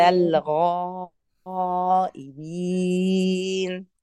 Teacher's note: المد المتصل اللي هو الألف اللي بعد الغين وأتى بعدها إيه؟ همزة